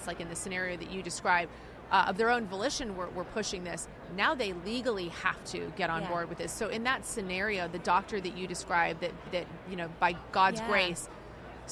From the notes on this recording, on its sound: The Unity Project What’s UP? Podcast at AmFest.